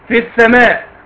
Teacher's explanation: مفيش ياء، كانه قرا فاء بعدها سين على طول · Term: حذف الساكن الاول